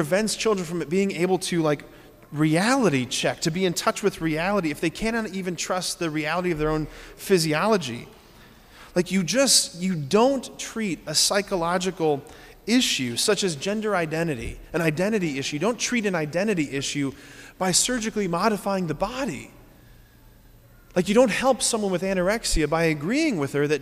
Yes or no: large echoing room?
yes